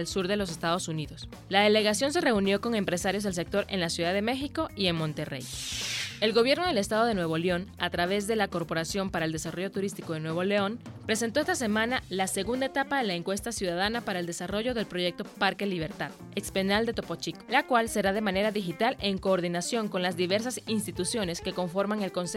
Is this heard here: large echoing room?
no